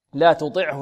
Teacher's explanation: التاء مرقة والطاء ماذا الطاء مفخمة